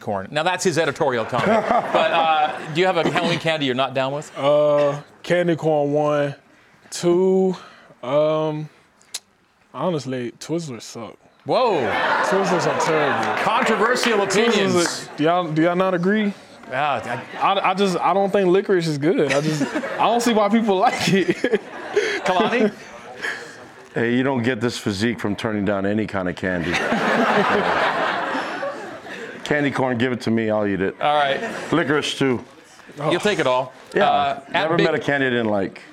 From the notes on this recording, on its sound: A live audience in Studio C.